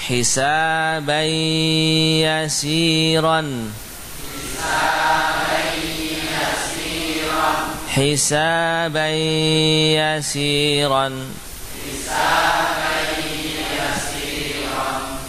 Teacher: Huruf nunnya hilang. Suara nun pada tanwin hilang, masuk ke dalam huruf ya. Ya, secara hukum ada tasydidnya, hisabai ya, musyaddadah secara hukum. · Term: idgham bi gunnah